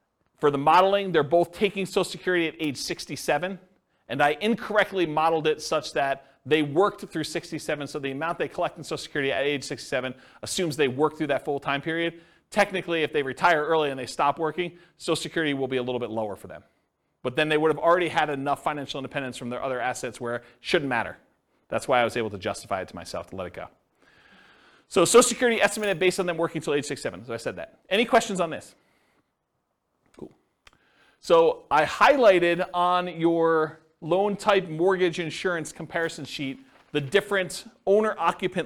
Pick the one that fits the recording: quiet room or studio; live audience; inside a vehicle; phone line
live audience